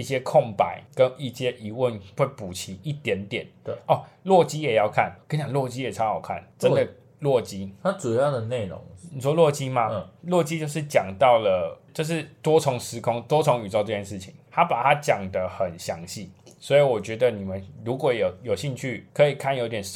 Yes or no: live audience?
no